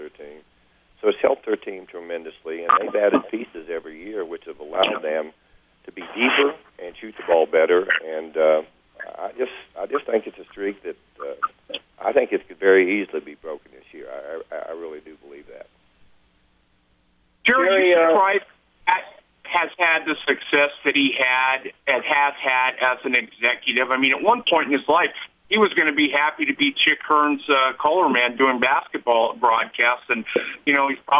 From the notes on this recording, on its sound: Conference Call (3/21/13)